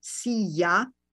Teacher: In a lot of dialects in Spanish, a double L equals a Y, as in the word for chair, spelled S I L L A and pronounced silla.